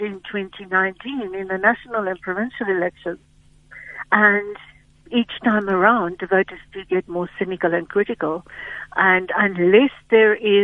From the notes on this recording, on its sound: GUEST [PHONE]